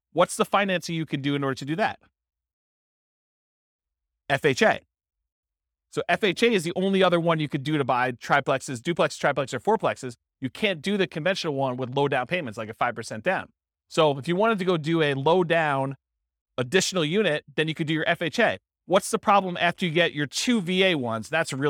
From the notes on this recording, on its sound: This was a live class recorded